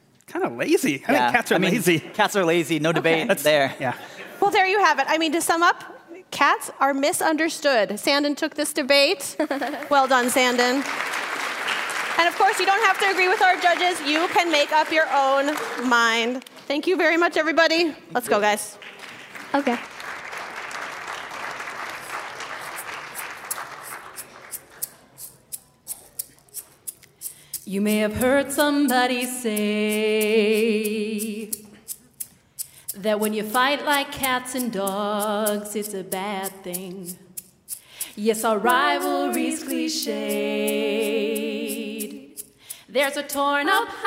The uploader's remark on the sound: We're transporting you to the Fitzgerald Theater in St. Paul for a segment from a recent live show: Cats vs.